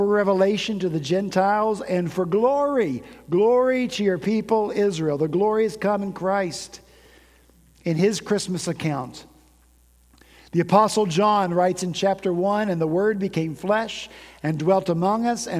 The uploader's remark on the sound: At Redeemer Presbyterian Church in Charleston, SC.